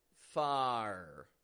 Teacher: we're opening our mouth up, getting a clear ah sound